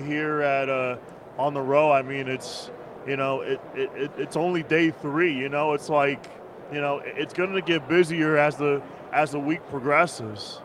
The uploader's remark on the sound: Live from Super Bowl LVII